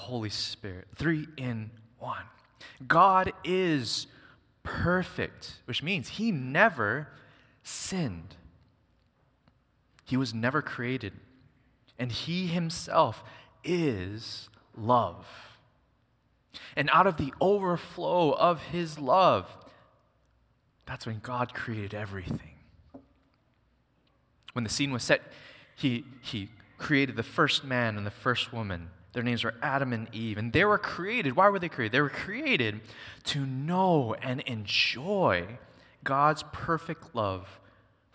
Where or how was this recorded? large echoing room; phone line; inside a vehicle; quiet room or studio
large echoing room